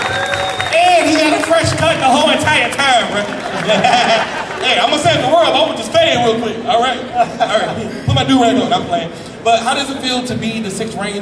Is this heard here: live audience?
yes